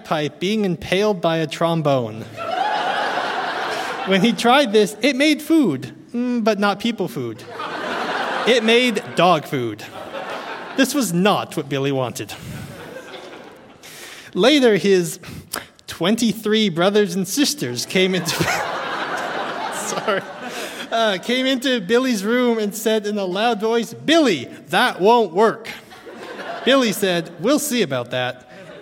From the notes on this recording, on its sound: Recorded live at The Arden Theatre in St.